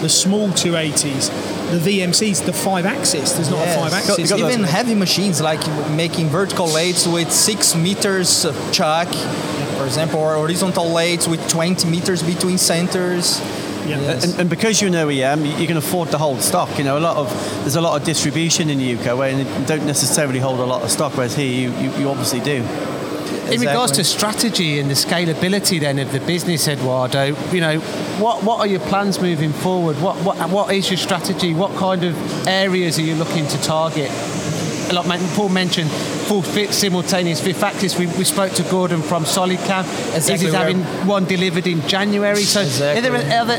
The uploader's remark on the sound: Recorded from the recent ROMI open house